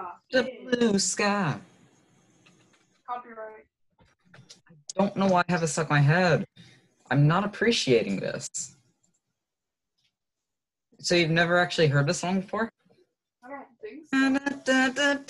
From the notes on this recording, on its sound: Business Meeting over ZOOM